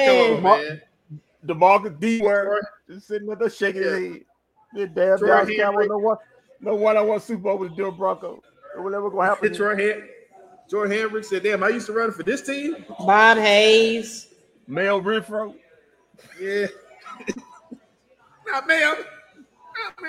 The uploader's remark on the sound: Live from White Rock Ale House